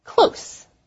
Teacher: Without the D, close is very short, with an S sound at the end.